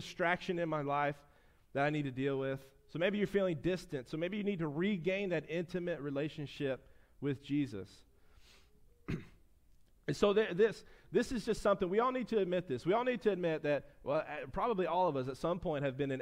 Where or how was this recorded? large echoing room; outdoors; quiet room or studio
large echoing room